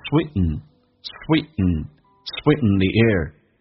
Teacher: t 跟 n 组合在一起， t 不发音，但气流阻塞一下变成 sweeten